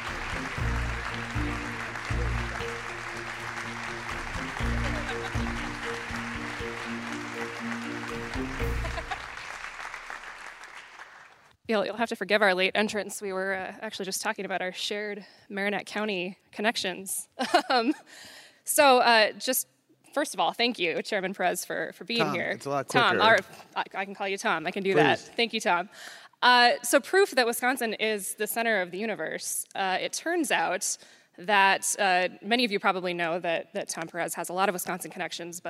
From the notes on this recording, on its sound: Live from Cap Times Idea Fest